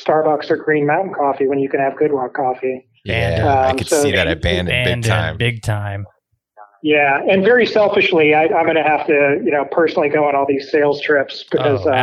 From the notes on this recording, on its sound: On the phone and talk about the company.